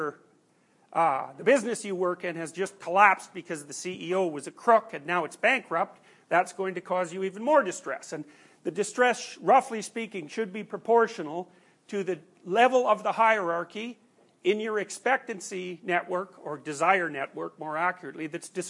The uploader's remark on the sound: These recordings are from his class Personality & Its Transformations.